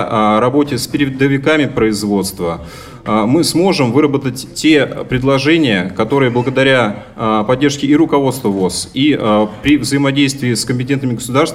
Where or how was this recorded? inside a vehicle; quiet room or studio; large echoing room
large echoing room